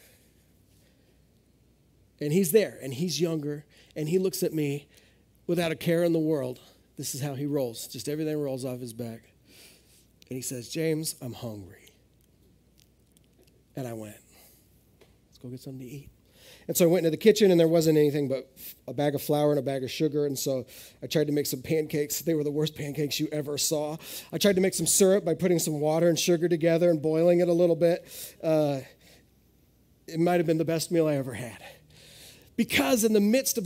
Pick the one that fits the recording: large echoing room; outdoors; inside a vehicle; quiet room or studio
large echoing room